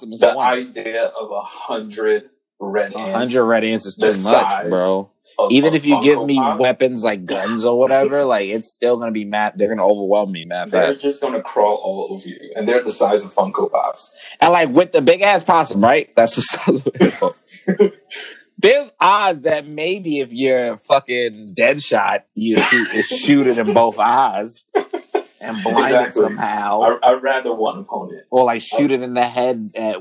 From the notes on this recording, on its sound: COVID-19 was chewing away at the mic so excuse the sound quality.